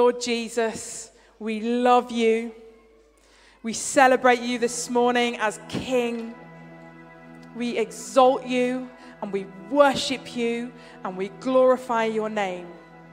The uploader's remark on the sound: Streamed live at St Paul's Shadwell